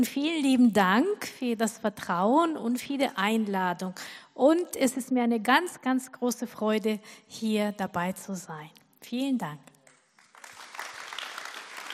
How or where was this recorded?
large echoing room